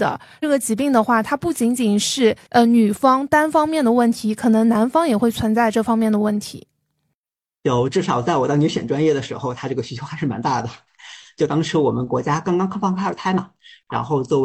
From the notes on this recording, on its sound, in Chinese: 本期是线上远程录制，音质较往期略次